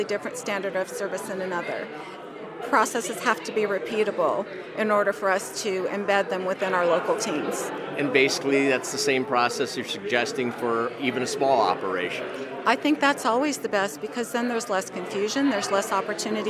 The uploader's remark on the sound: When the question was asked on the convention floor at CTW, there was no shortage of opinions from operators and industry observers. Brings those convention floor conversations directly to you.